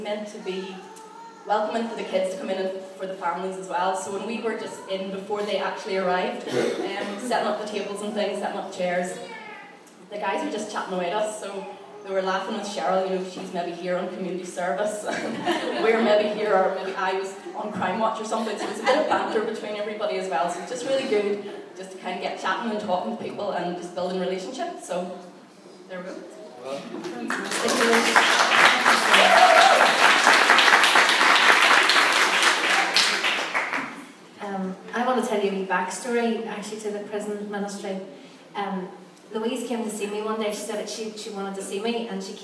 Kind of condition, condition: setting, large echoing room